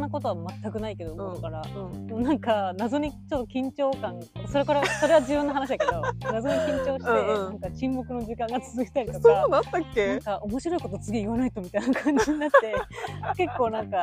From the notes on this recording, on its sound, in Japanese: 新宿御苑。今回は、初めての外収録‼。